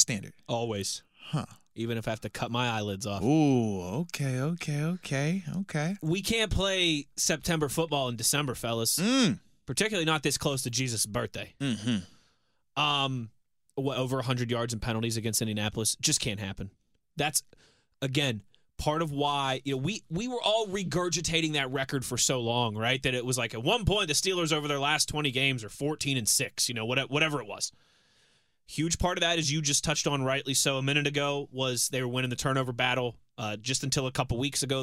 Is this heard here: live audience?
no